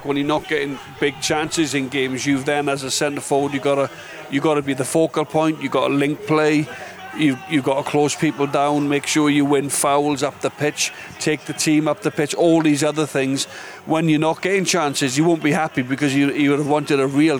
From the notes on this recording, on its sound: live at Radisson Red